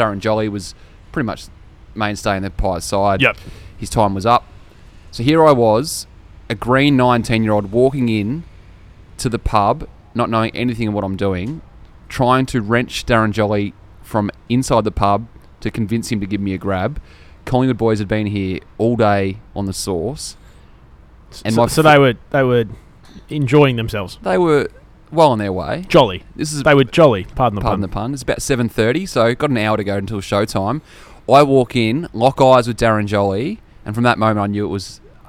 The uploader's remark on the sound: Join us live from the pub for our season finale!